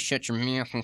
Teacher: Now, there's another region which is sort of similar resonance in both Tennessee and in certain parts of the mountain or hillbilly regions, where you get a very nasal twang coming onto the speech, and where you start coming through your nose